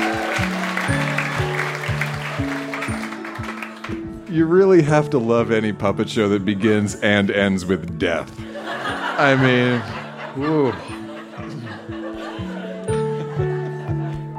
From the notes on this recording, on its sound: Recorded live at the Mercury Room in Edmonton, AB.